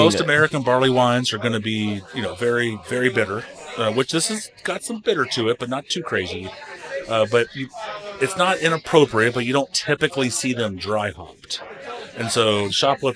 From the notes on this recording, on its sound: Live at Darkness Brewing. This year we brewed the beer down at Darkness in Bellevue, KY. It was a ton of fun, even if the recorded sound is a little rougher than you're used to. I'll nail the whole live event thing one of these days!